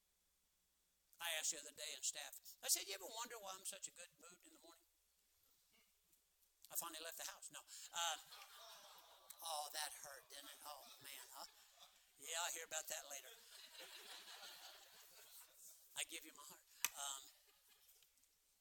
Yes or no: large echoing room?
yes